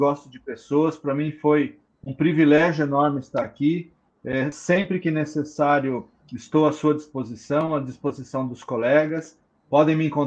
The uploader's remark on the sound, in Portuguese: Esta é a gravação da live